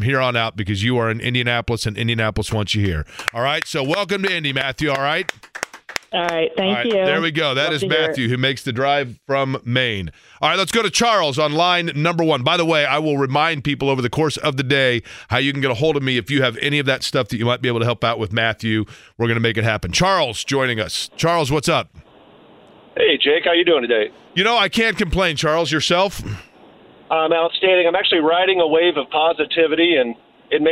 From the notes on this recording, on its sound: we open the phone lines for listeners to ask or state anything they want